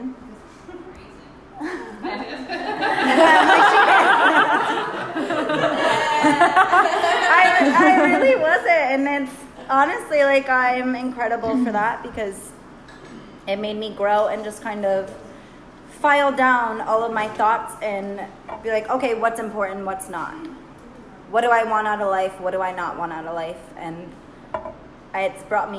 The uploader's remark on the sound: A live recording from our Lunch Party! Our guests wrote us anonymous questions that we answered on the spot.